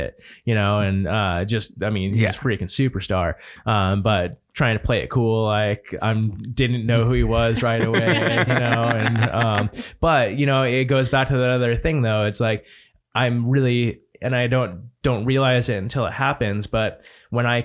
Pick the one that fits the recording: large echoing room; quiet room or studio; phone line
quiet room or studio